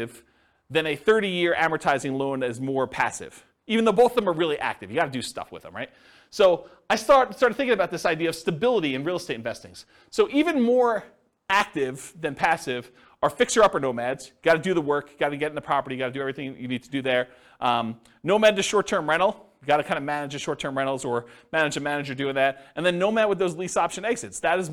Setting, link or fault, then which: setting, live audience